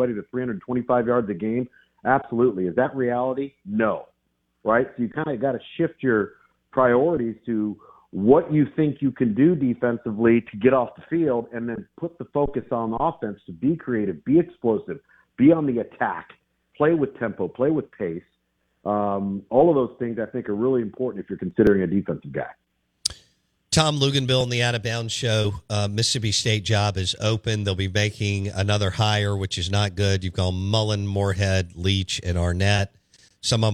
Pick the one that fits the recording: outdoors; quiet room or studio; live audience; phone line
phone line